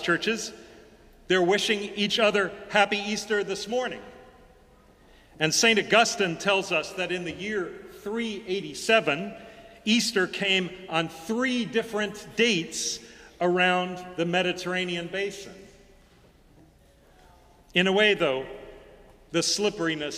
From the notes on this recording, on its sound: Sermons from Old South Church in Boston